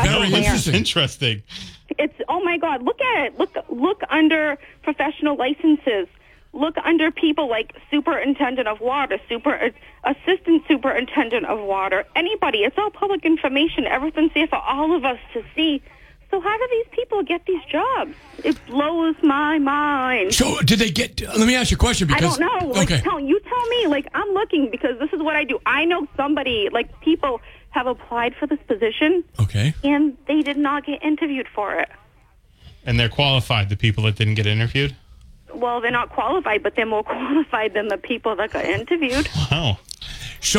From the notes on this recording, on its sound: take calls from the audience